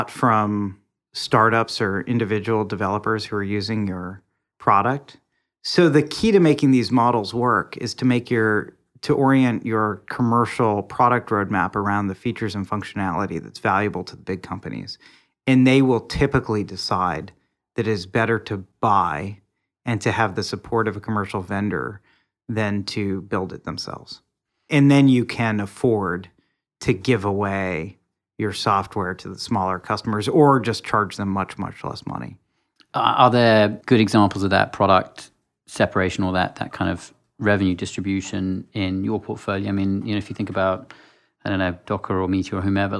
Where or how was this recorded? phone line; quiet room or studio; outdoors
quiet room or studio